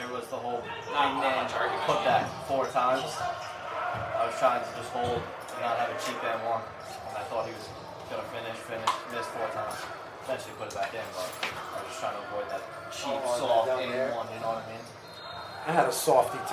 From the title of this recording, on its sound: Live from: House of Sports